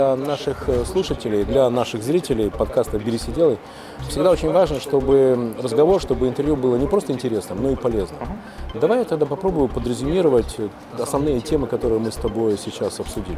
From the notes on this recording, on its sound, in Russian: Первая запись подкаста "Берись и Делай" в витрине книжной сети "Буквоед" в центре города.